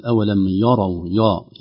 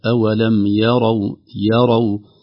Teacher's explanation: أول كلمتين أولم يروا، الإنسان لو ما انتبه سيقول أولم يروا يا، يا تفخيم الياء، صحيح هو ترقيق الياء، أولم يروا يروا، قد تتأثر الياء وهي مرققة دائما بالراء المفخمة بسبب فتحتها · Shown in: second take